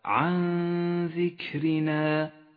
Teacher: بعد ذلك حكم الإخفاء في قوله تعالى: عن ذكرنا، تخفى النون الساكنة بحرف الذال مع بقاء غنة للنون من غير تشديد